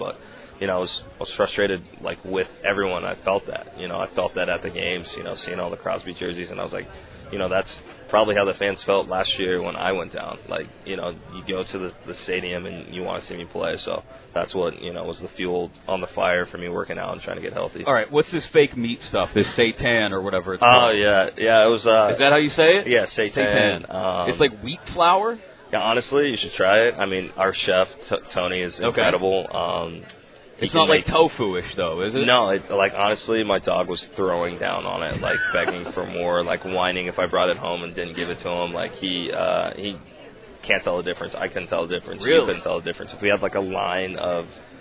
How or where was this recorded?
busy venue